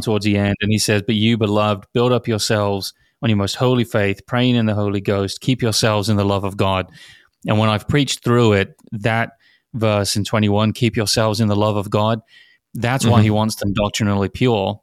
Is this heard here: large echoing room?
no